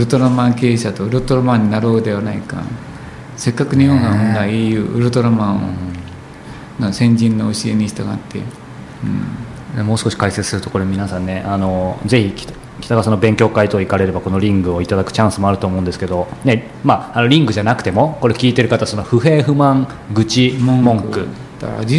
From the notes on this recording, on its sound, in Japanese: コートヤード HIROOで収録したショートインタビューをお届けします